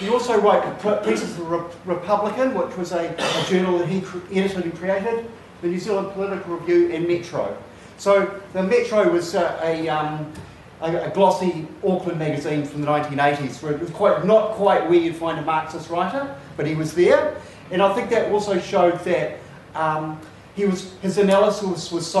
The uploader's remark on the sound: plays another of the talks given at the recent Aotearoa | New Zealand Federation of Socialist Societies conference